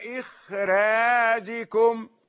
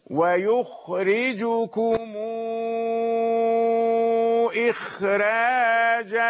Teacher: إذن الخاء مستثناة فهو يرقق بعدها ولا يجعلها فاصلا يمنع الترقيق، وإنما يرقق الراء بعد الخاء